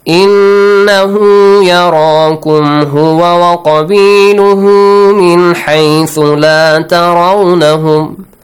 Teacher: Extend the ha sound. It's called إشباع الضمير ها.